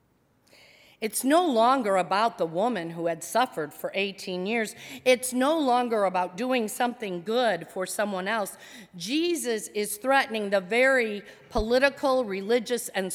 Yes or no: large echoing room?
yes